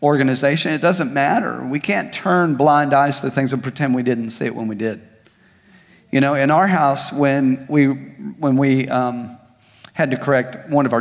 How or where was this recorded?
large echoing room